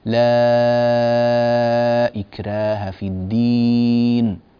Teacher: زمن المد، مقدار المد، عندما بدأت فقلت لا إكراه في الدين، لا إكراه، مددتها 4 حركات فقط، مع أن الأزرق عن ورش يمد هذه الألفات المدود المنفصلة والمتصلة 6 حركات، فطول مدك أخي الكريم قليلا وقل لا إكراه في الدين هكذا، لا إكراه في الدين، 6 حركات تحتاج إلى طول نوعا ما.